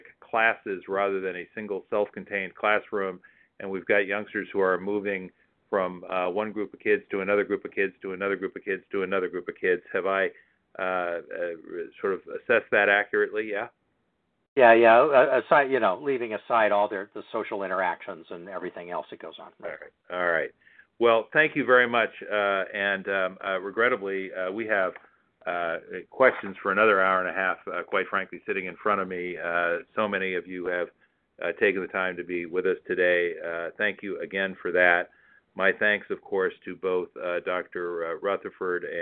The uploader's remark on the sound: Telephone Town Hall - August 23